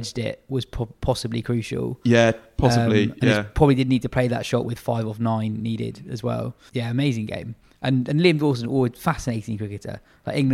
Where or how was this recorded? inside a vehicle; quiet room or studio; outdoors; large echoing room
quiet room or studio